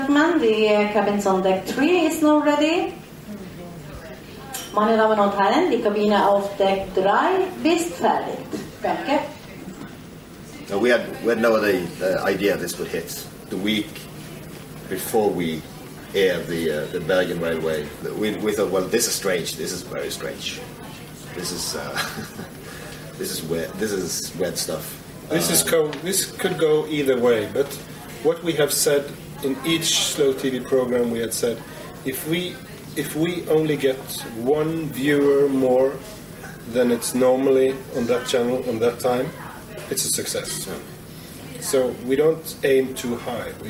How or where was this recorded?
busy venue